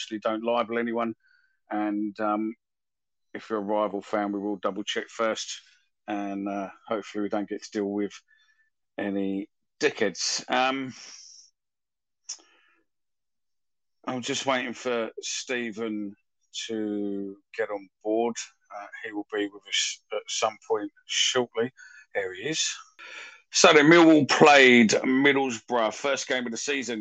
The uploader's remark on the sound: Recorded via X Space